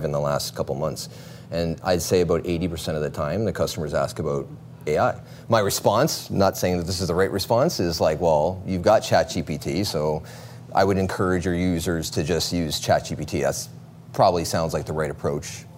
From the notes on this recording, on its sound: on location at their favorite watering hole